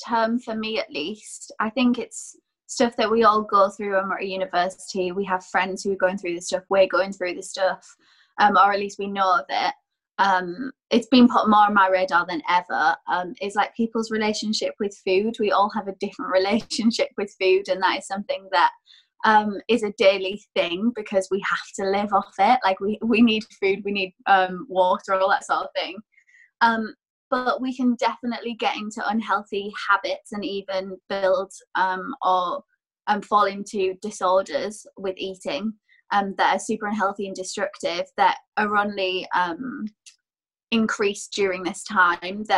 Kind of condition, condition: link, video call